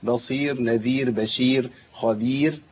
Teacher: كل كلمة على وزن بير ترقق راء عند الوقف عليها